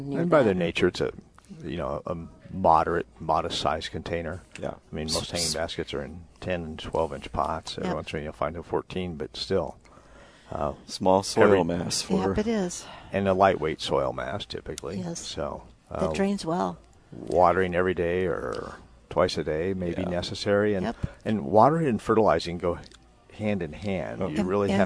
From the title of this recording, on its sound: Live at Prairie Gardens